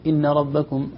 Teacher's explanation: هذه نون مشددة حكمها وجوب الغنة، ما ينفع نقول إن ربكم هذه في تجويد، لا ليست، لكن إن زمن نطق النون يطول إلى زمن المد الطبيعي، إن تسمى غنة، غنة واجبة صح؟